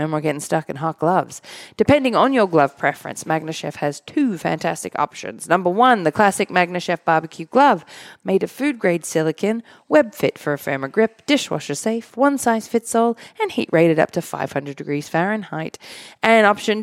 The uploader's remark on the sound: The Pit Life BBQ is a member of the United Podcast Network and is recorded live in front of a studio audience at the Studio 21 Podcast Café upstairs at Two Guys Smoke Shop in Salem, NH.